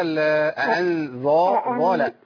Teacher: نرقق بقى شوية كده أأنذرتهم عشان ما بدلش الذال بضاء